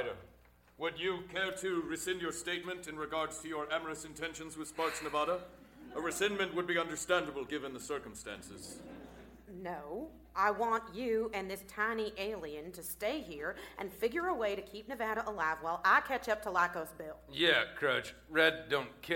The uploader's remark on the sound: Recorded Live 10/3/2010 at Largo, Los Angeles.